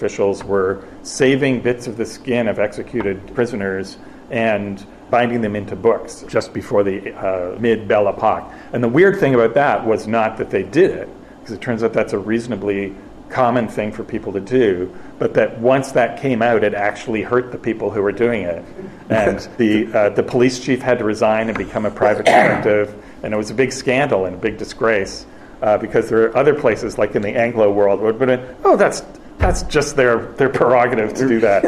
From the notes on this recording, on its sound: Our annual live episode recorded at London’s Dragonmeet finds our audience of expert questioners in a substantive mood.